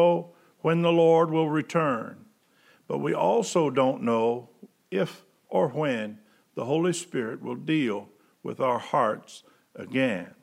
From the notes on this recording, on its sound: Preached September 6, 2020 at General Baptist Church God's House of Prayer in Fairborn, Ohio